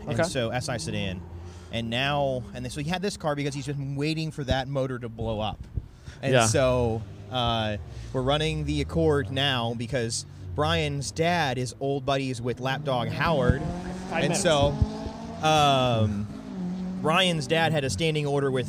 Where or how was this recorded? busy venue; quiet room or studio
busy venue